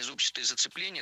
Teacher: Мы услышали прилагательное «зубчатый» с ударением на первом слоге. И это правильный вариант.